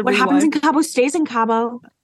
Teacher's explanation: I did have to put on closed captioning for Kristen's vocal fry.